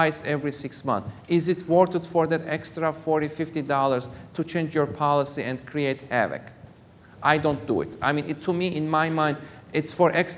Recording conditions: live audience